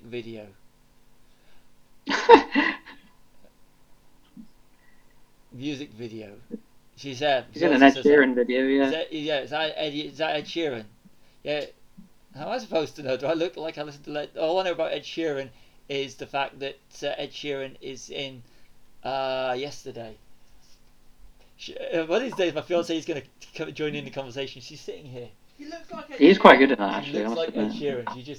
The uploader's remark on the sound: Apologies for audio issues.